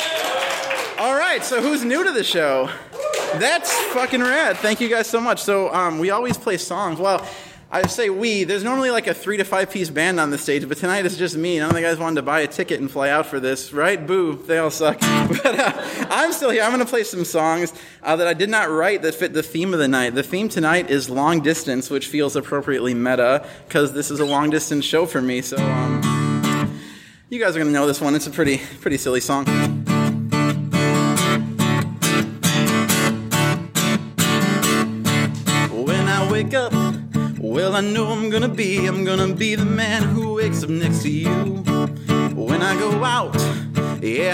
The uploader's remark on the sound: Record a Your Stories episode at UCB Sunset, a really incredible comedy theater in Los Angeles. Some of our favorite West Coast people came out to share their stories.